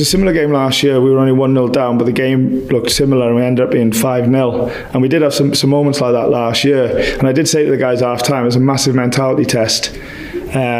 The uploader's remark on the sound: Post Match Press Conference. Away at the Emirates.